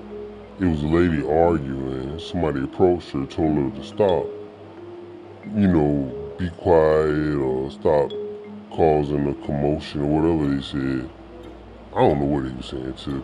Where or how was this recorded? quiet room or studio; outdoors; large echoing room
outdoors